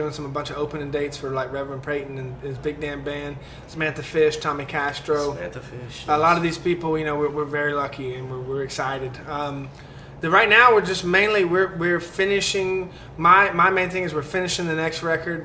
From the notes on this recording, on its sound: The episode was recorded at the famous Druid City Brewing Company in Tuscaloosa, AL.